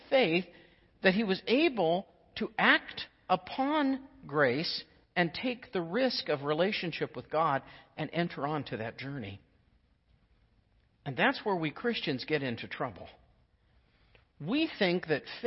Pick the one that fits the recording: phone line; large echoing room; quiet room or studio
large echoing room